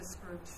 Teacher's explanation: Actually, you know, nobody really knows how classical Tibetan was pronounced, but I think people speculate that there was probably an epenthetic schwa between the ba and the other consonants here. So something like beskrup.